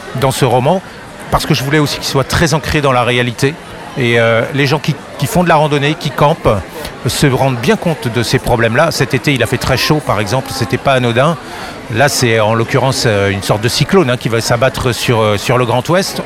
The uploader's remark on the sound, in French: Était sur les radios de la FRAMA en direct du salon du livre.